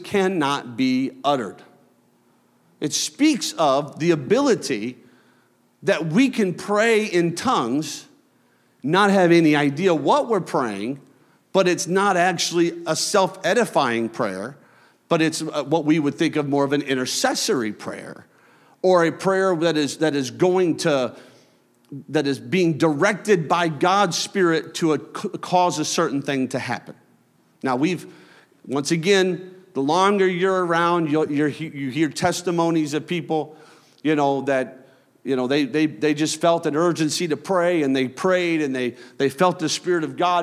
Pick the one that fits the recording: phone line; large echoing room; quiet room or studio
large echoing room